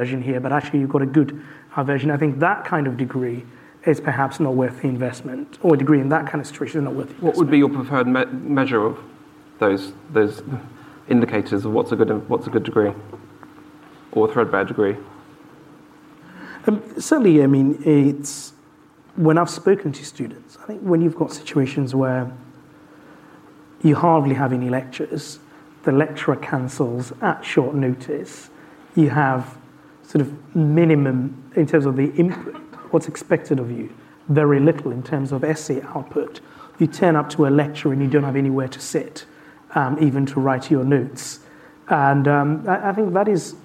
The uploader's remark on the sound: live at Wonkfest18